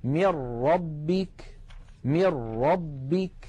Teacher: إذن نلاحظ أن عندما نقول من ربك أنه لم يبق من النون شيء، وأن النطق قد صار براء مشددة · Term: الإدغام بلا غنة